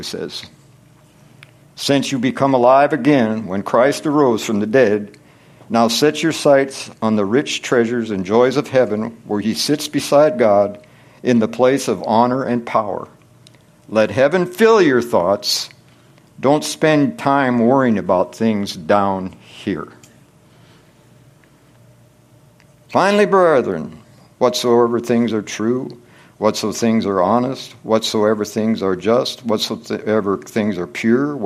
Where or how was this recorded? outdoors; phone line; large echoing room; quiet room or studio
large echoing room